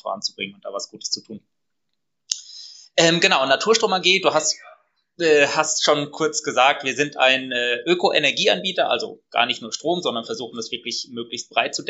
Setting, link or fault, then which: link, video call